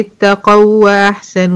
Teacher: الواو الاولى واو ساكنة ما قبلها مفتوح، اتقوا قوا منطوقة مش واو مادية، واحسنوا دي واو مفتوحة، فهنا يحصل ادغام للواوين، ادغام مثلين صغيرة، هتبقى اتقوا واحسنوا زي ربحت تجارتهم، زي لكم ما سألتم.